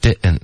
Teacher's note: 所以 didn't 会有一个喉音停顿，didn't，然后 didn't 的特连到 you 的时候呢，我们就发 you。Why didn't you?